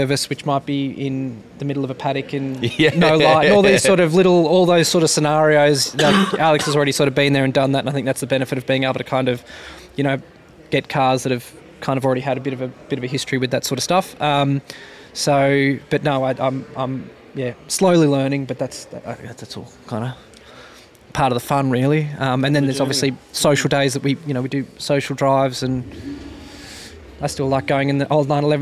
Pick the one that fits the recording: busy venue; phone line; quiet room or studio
busy venue